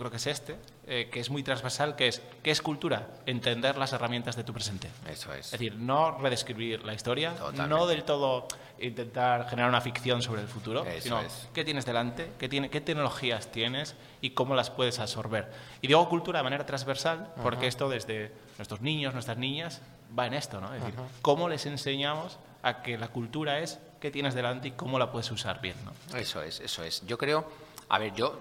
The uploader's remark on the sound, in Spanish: Podcast en directo: La Granja Summit